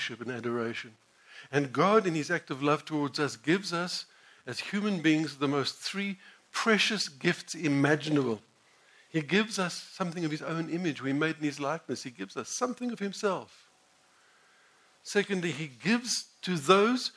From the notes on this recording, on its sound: sermon preached at the Village Church on the 26th of June 2016